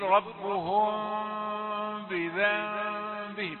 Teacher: ربهم ب، اخفينا الميم، ميم ساكنه في الاصل وايه، واخفيناها لمجاورتها لملاقاتها الايه الباء، ربهم ب، ادي واحده، بذنب، ادي واحده. يبقى هذا الاخفاء ينبغي فيه مراعاه خفض الصوت · Term: ميم مخفاه مع الغنى